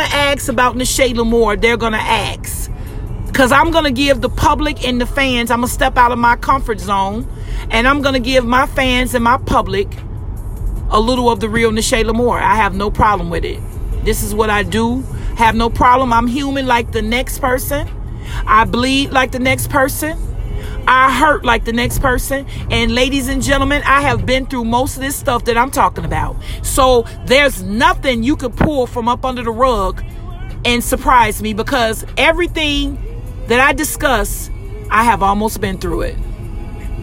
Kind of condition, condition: setting, inside a vehicle